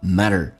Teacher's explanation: And let thingsgo， let thingsgo，让这个事情 go 放下， that don'tmatter，不是那么的重要。你要记住 and let that don't 后面的 T 全部都去掉，这叫略音，变成 and let things go that don'tmatter。最后一个 matter T 变成 D 这个发音，两个元音中间所加的辅音要被浊化